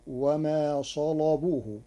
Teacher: قرأ ورش كلمة صلبوه بتغليظ اللام لوجود صاد مفخمة قبلها، فتصير وما قتلوه وما صلبوه.